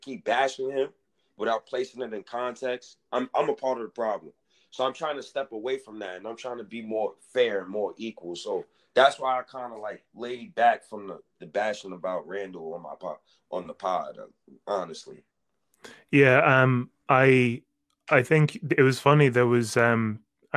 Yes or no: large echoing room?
no